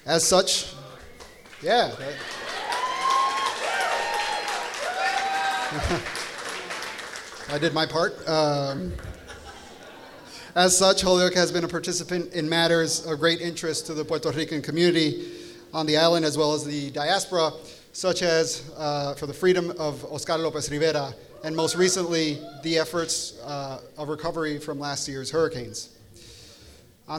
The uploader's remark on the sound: Visited Holyoke during the celebration of Holyoke Innovation Week, and offered a public session of questions and answers with the community at Gateway City Arts. This is the recording of the event.